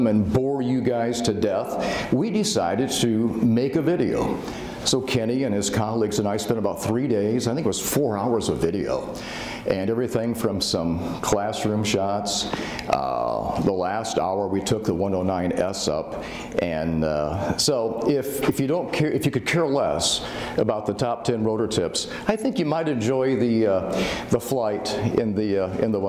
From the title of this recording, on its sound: Full Presentation From Heli Expo